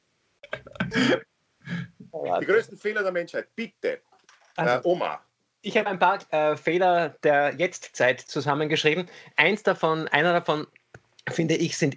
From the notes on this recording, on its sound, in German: Aufzeichnung einer ZOOM Session vom Montag, 18.